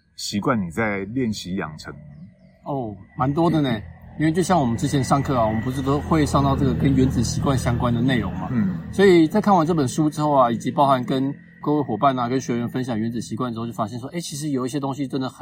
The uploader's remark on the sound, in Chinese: 錄製地點是"臺中東豐鐵馬道"